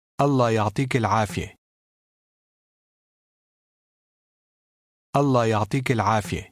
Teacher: The final H in the first word is pronounced as a short A in casual Eastern Arabic. The words will also run together.